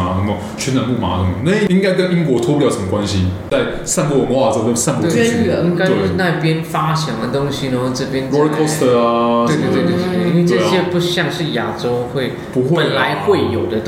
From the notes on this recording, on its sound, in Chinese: 本集白噪音指數：蚊風級 1/5。錄音地點： Charlie's Sports Bar。